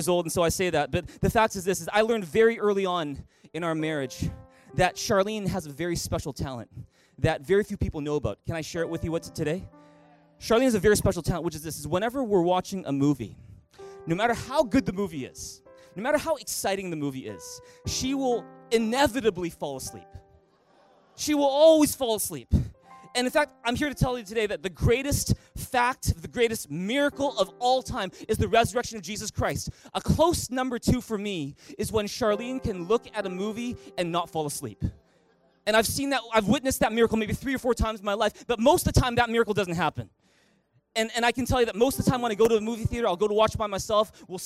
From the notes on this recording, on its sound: Recorded on April 21, 2019 at THRIVE Church Vancouver, Canada